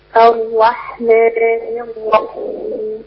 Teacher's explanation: الراء باينه اهي ما كررتهاش وفي نفس الوقت مفخمه، اقول الراء الرحمن الراء كده الرحمن الرحيم. · Term: تفخيم الراء